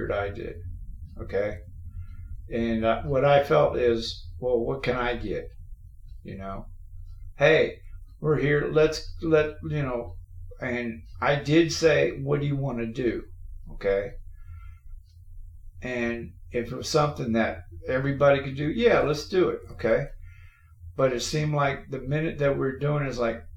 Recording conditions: poor sound quality